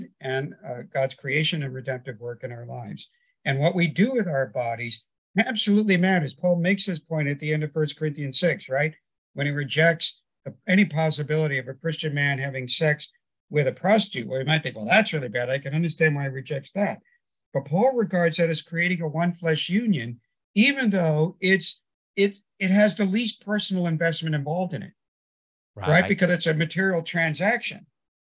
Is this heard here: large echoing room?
no